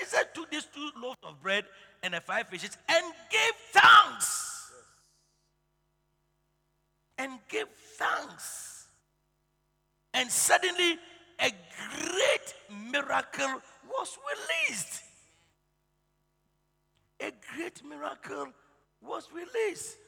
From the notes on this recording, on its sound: Preached at the Truth Cathedral, Loyalty House International. Abbey - Dawhenya.